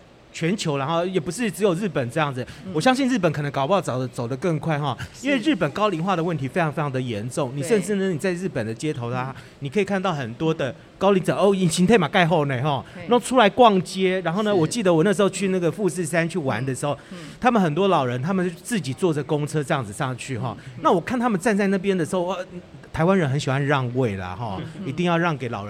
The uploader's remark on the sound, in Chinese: 本集節目搭配2022年台北國際食品系列展(FOOD TAIPEI MEGA SHOWS )之「台北國際包裝工業展(TAIPEI PACK)」、「台北國際食品加工機械展(FOODTECH TAIPEI)」，6月22日-6月25日在南港展覽1館展期間現場錄製。